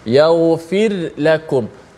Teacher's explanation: kita baca secara izhar ra tu dijelaskan bunyi mati sebab tu di atas ra tu ada tanda mati pula ha